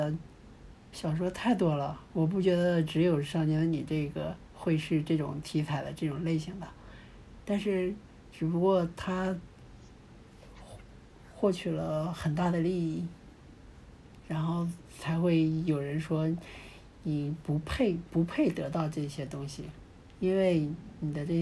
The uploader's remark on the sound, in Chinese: 略有杂音